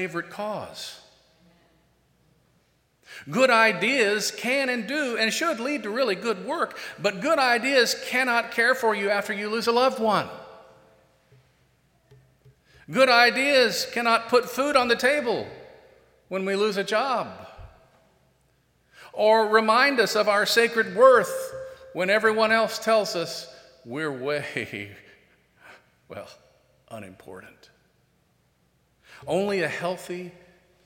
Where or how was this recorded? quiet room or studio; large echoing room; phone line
large echoing room